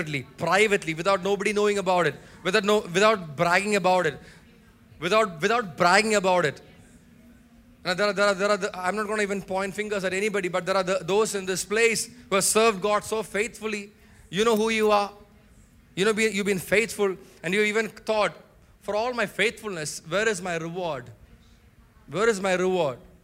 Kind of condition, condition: setting, large echoing room